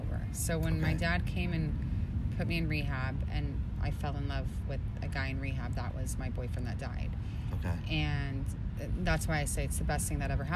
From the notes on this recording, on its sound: Due to some unexpected circumstances, we ended up recording outside near a little pond. The natural acoustics we discovered.